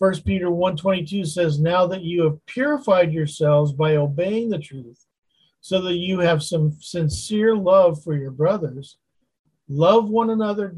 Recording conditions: video call